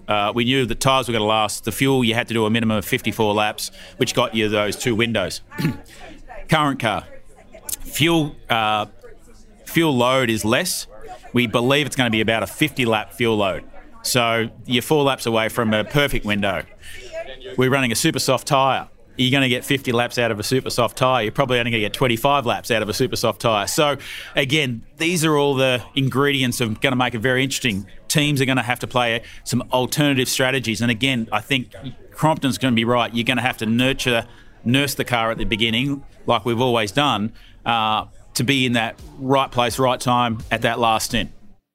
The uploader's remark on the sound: trackside at the iconic Highlands Motorsport Park on New Zealand’s South Island